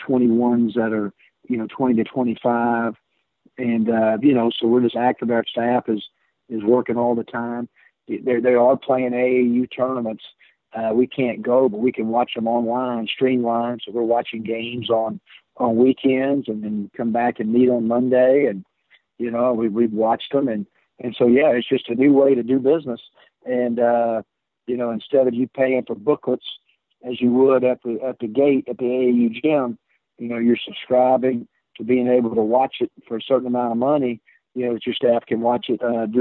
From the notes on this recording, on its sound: on the Modern Woodmen phone line